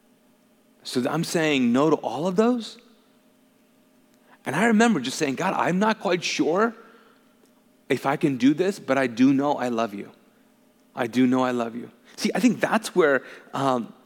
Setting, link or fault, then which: setting, large echoing room